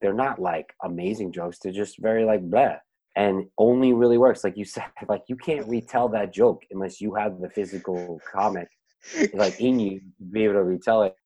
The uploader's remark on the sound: We recorded this on May 11th, 2020 on Zoom so there are small sound discrepancies.